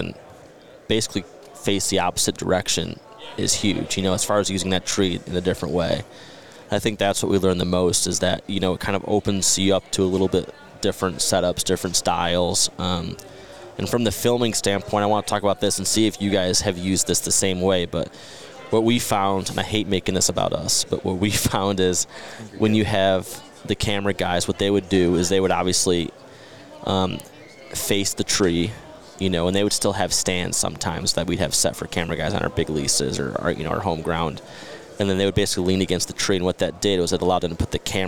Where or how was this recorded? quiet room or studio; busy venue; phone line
busy venue